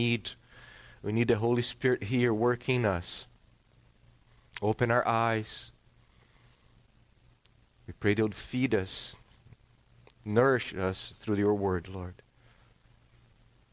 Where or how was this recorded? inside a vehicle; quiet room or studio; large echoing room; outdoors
large echoing room